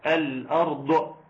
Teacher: الضاد لازم يحصل فيها الاستطاله وعدم القلقله